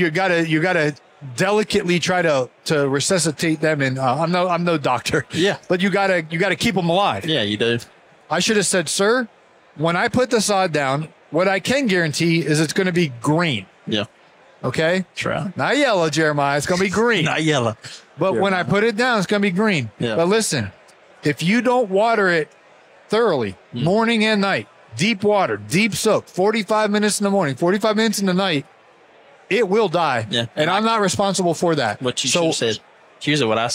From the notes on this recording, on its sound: In this conversation recorded at the Huge Convention.